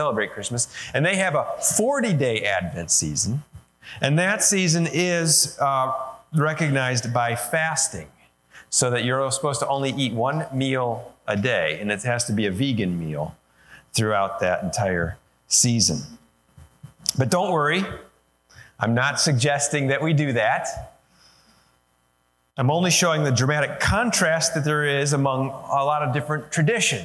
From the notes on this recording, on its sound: Sermon recorded live at Holland FMC, located in Holland, Ohio, USA.